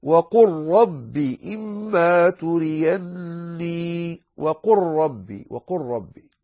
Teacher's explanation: ندغم يعني ندغمهما في بعضهما البعض، فتقول وقل ربي إما تريني، وقل ربي وقل ربي، اللام تدغم تماما كأنها غير موجودة · Term: إدغام